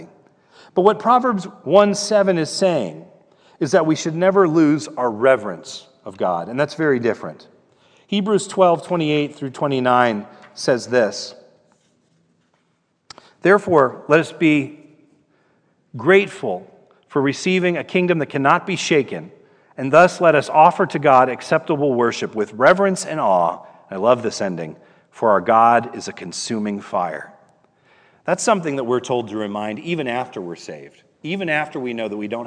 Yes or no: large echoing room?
yes